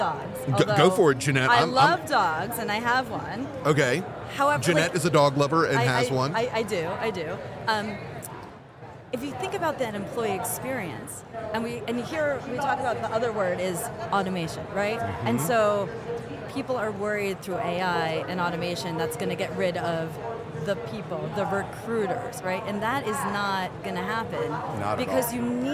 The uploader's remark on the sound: This is a special mini series recorded with Oleeo at HR Tech 2023. This is a special mini series recorded with Oleeo at HR Tech 2023.